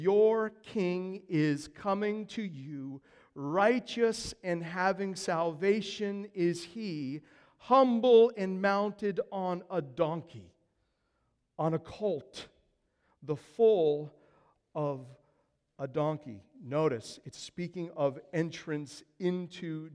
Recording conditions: large echoing room